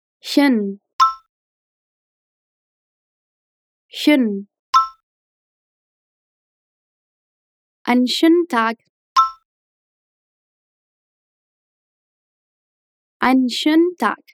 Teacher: no fim tem um EN que fica meio engolido. Isso acontece bastante com essa terminação EN no alemão.